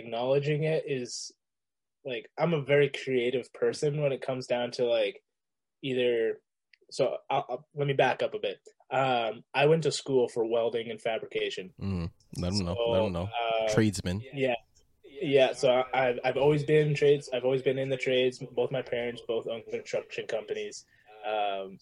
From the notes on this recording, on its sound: our first zoom episode